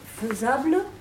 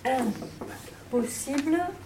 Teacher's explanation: Mm-hmm. Parce que les deux nasales, N et M, n'ont pas le même point d'articulation. N est dental, M est labial.